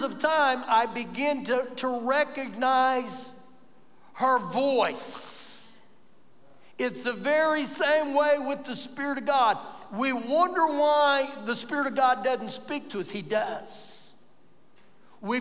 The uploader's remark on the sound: Recorded live during our Sunday morning service